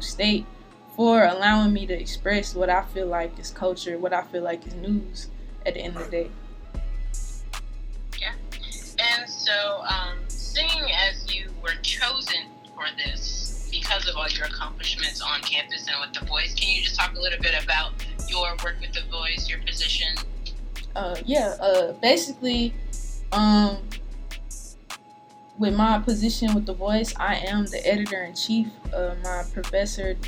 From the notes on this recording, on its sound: picks up the phone to for a call-in interview with local newspaper, The Fayetteville Observer, in Fayetteville, NC.